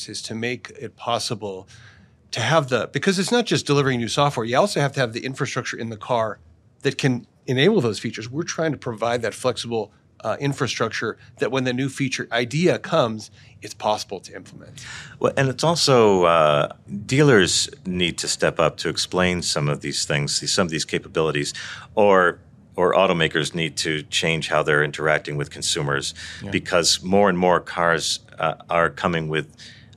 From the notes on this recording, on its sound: Filmed live at CES2024